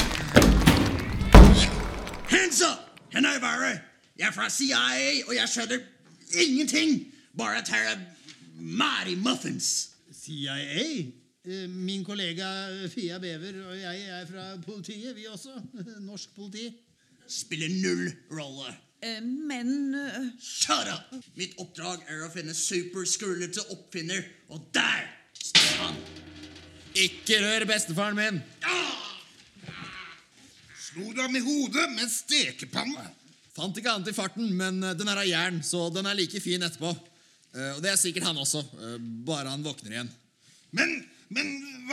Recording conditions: live audience